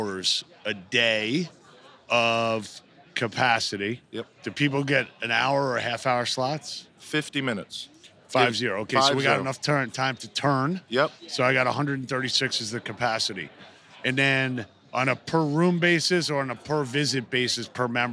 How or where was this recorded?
busy venue